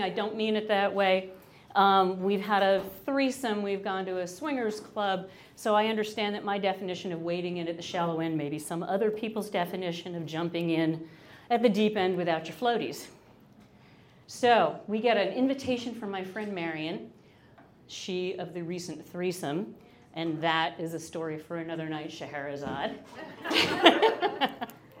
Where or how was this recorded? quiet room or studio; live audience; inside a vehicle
live audience